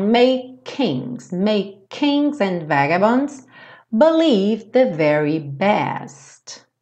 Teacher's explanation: Aqui é interessante que make kings, você faz a mesma coisa que a gente costuma fazer com T e D. Você pode falar um K só